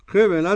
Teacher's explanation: قبلة طبعا الباء مقلقلة معروفة